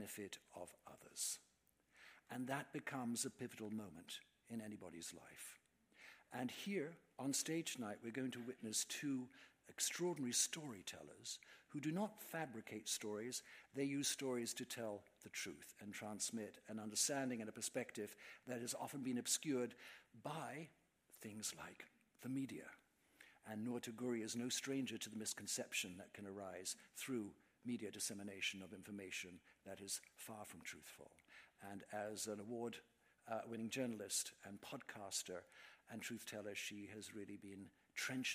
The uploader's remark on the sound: Another live episode of Podcast Noor. Produced and filmed at the Rubin Museum of Art.